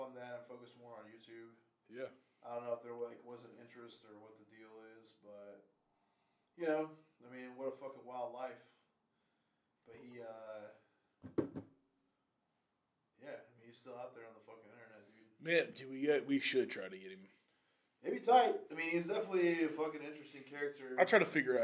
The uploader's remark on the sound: Folks the sound on this isn't the best, we had a recorder problem. The sound on this isn't the best, we had a recorder problem and tries to record this two weeks in a row, some type of curse. It's like the old days, still listenable but you'll wanna crank it.